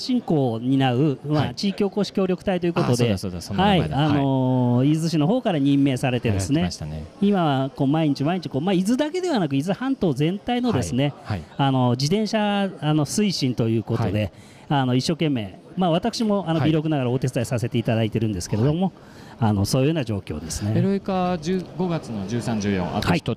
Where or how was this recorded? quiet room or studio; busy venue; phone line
busy venue